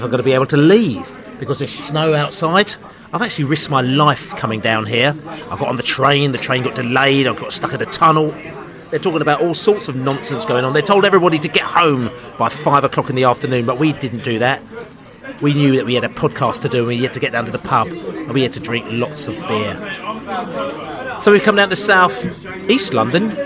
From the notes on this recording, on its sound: Pre-match podcast from the pub.